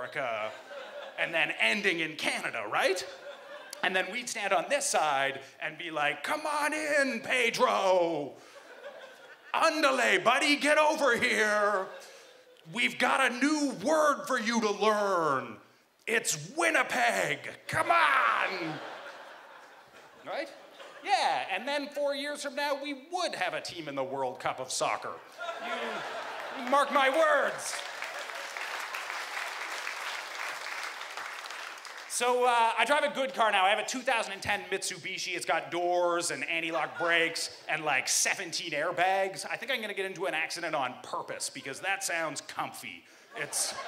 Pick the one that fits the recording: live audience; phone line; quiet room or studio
live audience